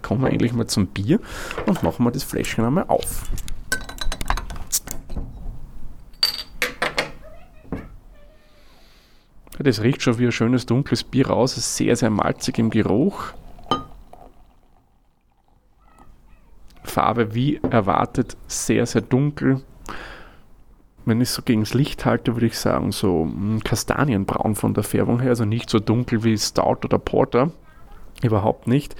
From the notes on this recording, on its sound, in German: Eine Aufnahme aus seinem letzten Sommerurlaub. Aufgenommen bei schönstem Wetter in Tirol.